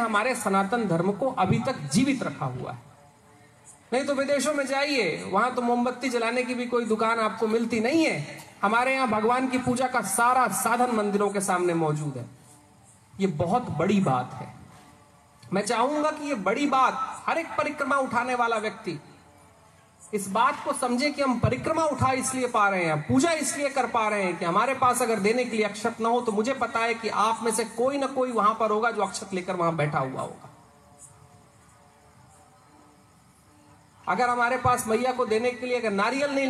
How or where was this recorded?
outdoors